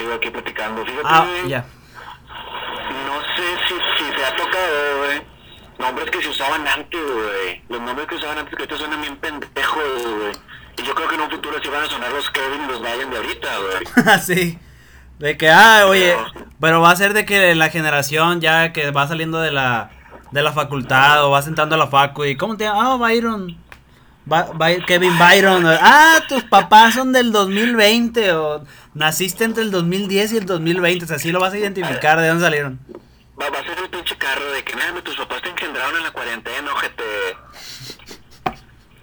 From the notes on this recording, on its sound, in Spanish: Disculpen la calidad del audio, somos pobres y de familia numerosa.